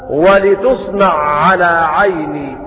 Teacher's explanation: ولا يخفى ما فيها من الإدغام، إدغام العين في العين لأبي عمرو البصري بخلف عنه، فيقرأ أبو عمرو هكذا ولتصنع على عيني.